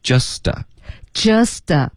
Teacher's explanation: just 跟 a 我们要连读同时会把这个 t 的音给浊化了